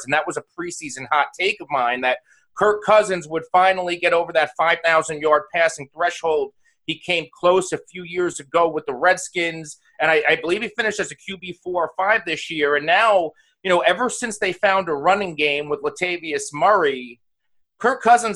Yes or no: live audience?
no